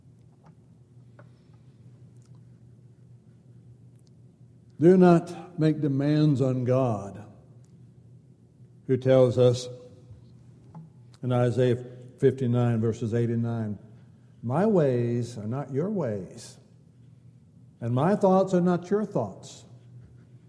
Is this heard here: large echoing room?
yes